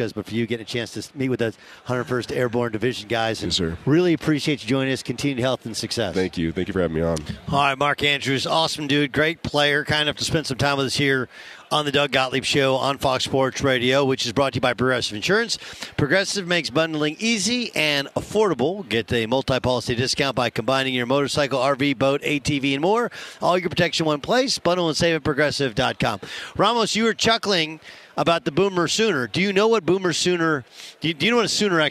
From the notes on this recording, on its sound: live on the final day of Radio Row in Phoenix ahead of Super Bowl 57!